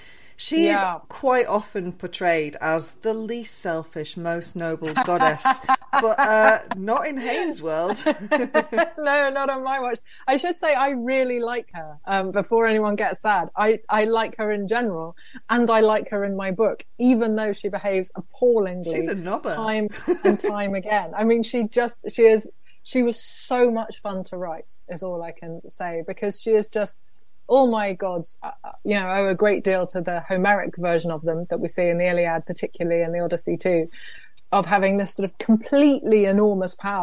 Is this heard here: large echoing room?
no